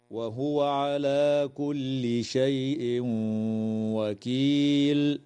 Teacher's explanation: يدغم التنوين في الواو مع الغنة